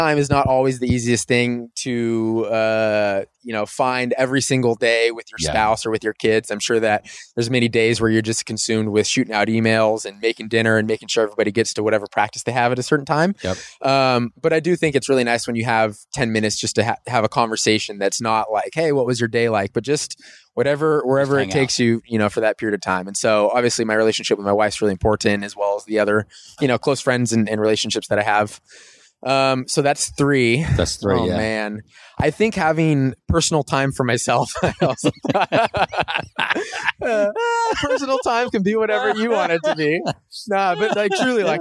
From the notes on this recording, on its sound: We recorded this on the sidewalk outside the gym today so please excuse any minor background noise.